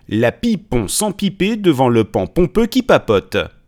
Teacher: ces impulsions d'air générées par certaines consonnes qui peuvent être particulièrement audibles, selon les micros, dans la phrase « La pipon sans piper devant le pan pompeux qui papote ». · Term: plosives